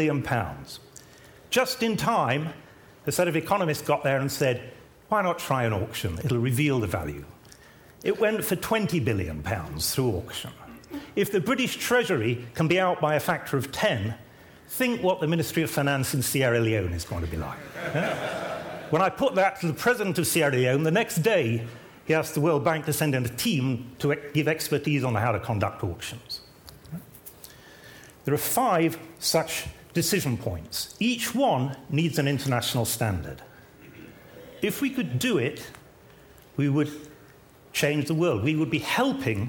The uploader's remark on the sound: In a videotaped lecture